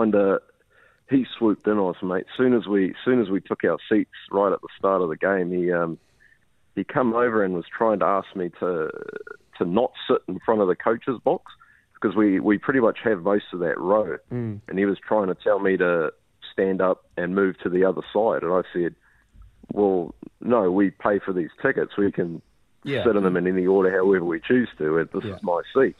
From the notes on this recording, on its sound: We were joined on the phone